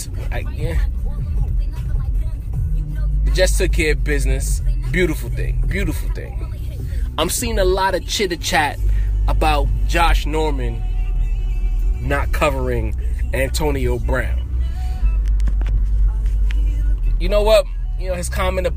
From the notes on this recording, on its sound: Car Sessions in New York City. While driving through the streets of New York City.